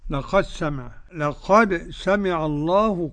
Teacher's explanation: قرأ بإدغام الدال الساكنة قد في السين أبو عمرو وهشام وحمزة والكسائي وخلف العاشر.